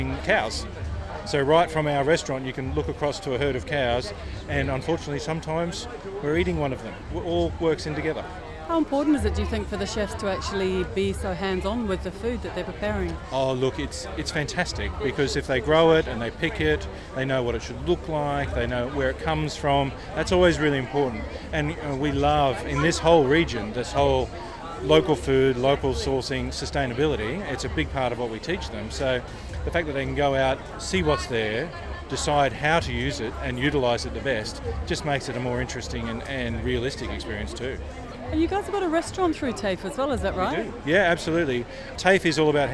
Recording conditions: busy venue